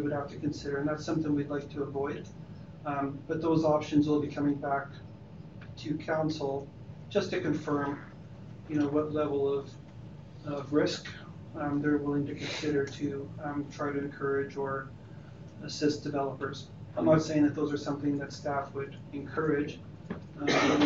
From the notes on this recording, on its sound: Audio recording of the May 13, 2019 Regular Meeting of Peace River's Town Council.